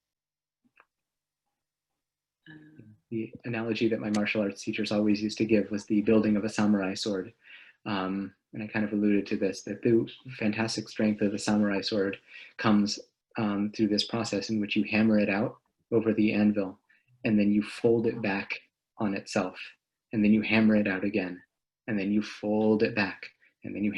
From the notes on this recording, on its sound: This audio was originally captured from Zoom